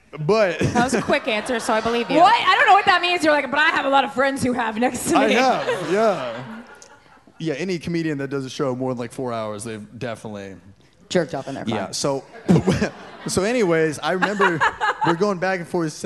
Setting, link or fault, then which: setting, live audience